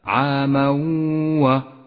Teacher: بعد ذلك حكم الإدغام بغنة في قوله تعالى يحلونه عاما ويحرمونه عاما عاما و، جاء التنوين وبعده حرف الواو، وحرف الواو حرف إدغام بغنة، نسقط التنوين من اللفظ ونقف بغنة على حرف الواو زمنها 2 حركات